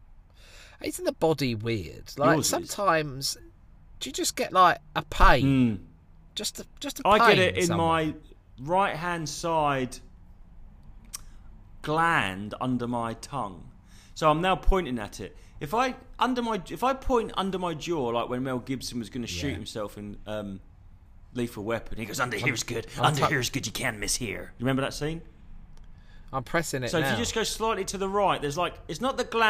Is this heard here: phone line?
no